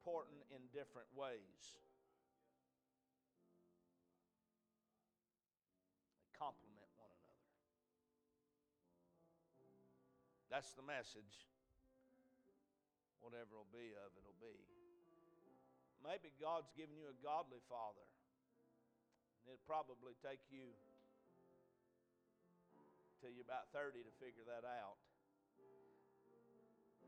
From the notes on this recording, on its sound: A message preached at Crossroads Baptist Church